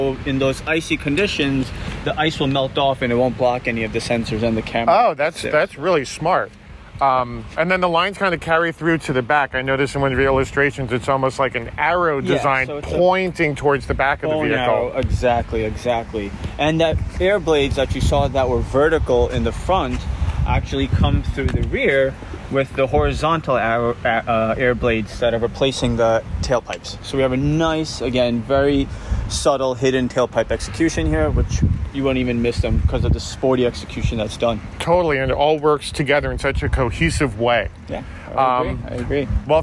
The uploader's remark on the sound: Takes you along for a live test drive of the XC60.